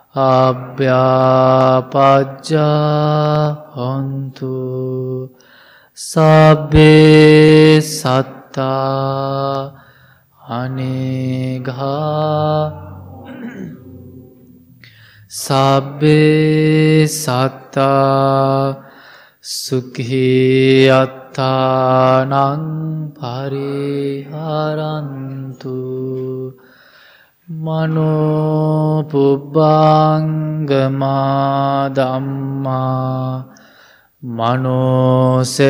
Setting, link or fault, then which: setting, large echoing room